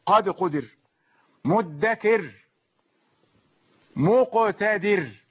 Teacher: ترقق بعد الكسر أو ما تميل أو الياء تأتي بالسكون، ترقق بعد الكسر يعني قد قدر الراء ساكنة، قرأنا بالترقيق لماذا؟ لأن الدال قبلها مكسورة